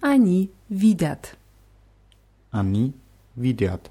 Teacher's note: Die Betonung ist auf i.